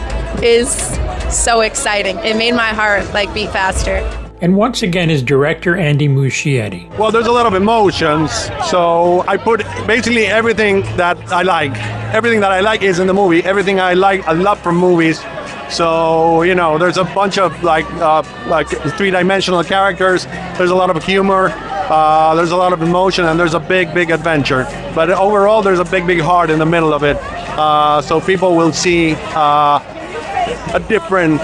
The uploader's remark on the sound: Thanks for Warner Bros for the audio from the red carpet.